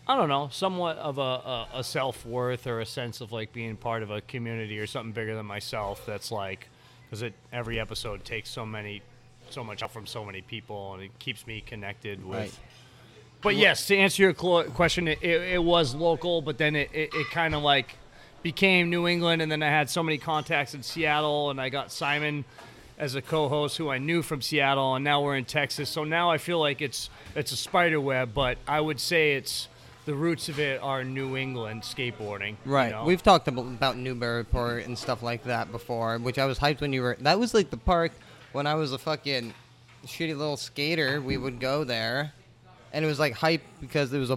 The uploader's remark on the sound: We record live and on site at CoCoc bar and grill, new local Mexican restaurant located in the heart of Biddeford, Maine.